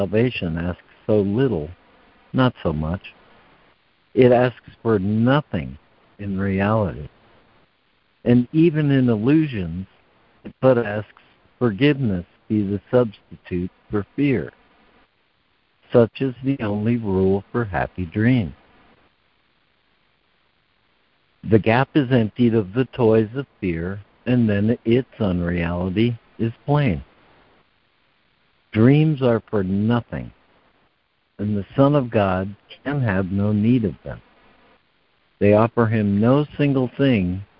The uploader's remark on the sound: ACIM Daily Conference Call